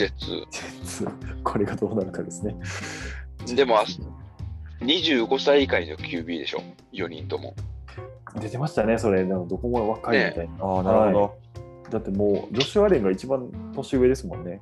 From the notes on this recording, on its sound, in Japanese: 開幕直前Zoom呑み！久々のZoom呑みの様子を3本に分けてお届け。